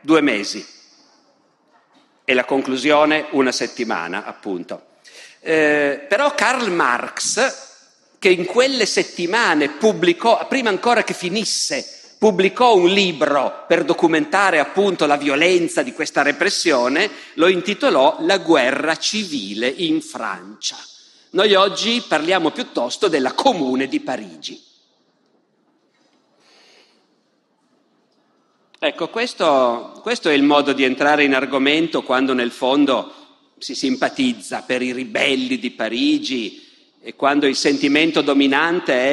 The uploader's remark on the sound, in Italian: Festival della Mente, 2021. Dal Festival della Mente 2021, il terzo e ultimo appuntamento della serie “Le origini delle guerre civili”.